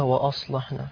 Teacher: في ناس بيقولها واصلحنا مع تفخيم اللام